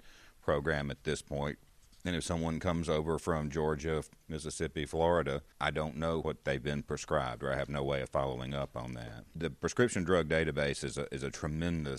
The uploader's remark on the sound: This program was recorded on site at the American Osteopathic Association's annual medical education conference, OMED2015 in Orlando, FL